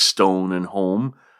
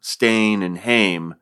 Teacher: southern versions used an O sound for words like stone and home, but elsewhere they sounded more like an A sound, stain and hame, kind of Scottish sounding, which shouldn't surprise.